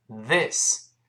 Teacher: th 发还是舌头吐出来一丁丁点儿，声带震动